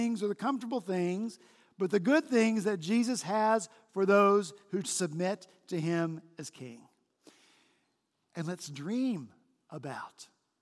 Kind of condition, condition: setting, large echoing room